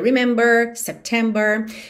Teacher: o inglês americano tende a fazer esse R mais enrolado